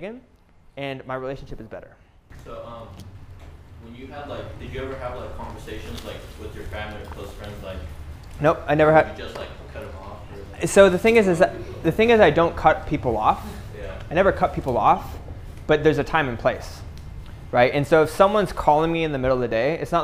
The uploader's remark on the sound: Live Lecture PTBI Retreat 2021.